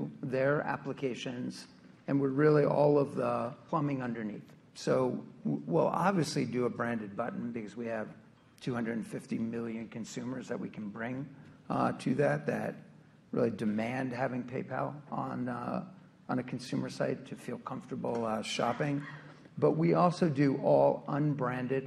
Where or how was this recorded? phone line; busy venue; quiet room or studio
busy venue